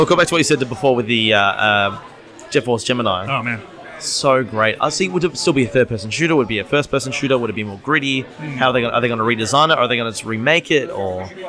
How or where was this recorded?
busy venue